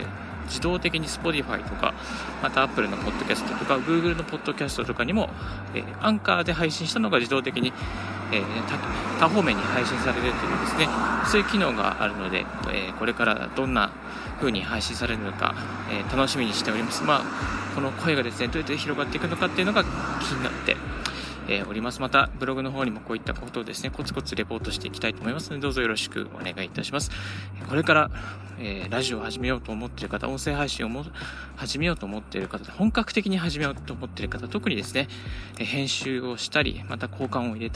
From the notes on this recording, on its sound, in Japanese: 歩きながらラジオ配信